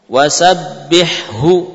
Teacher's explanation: Ha, tengah tenggorokan, ha, pangkalnya. Dibaca dengan idhar.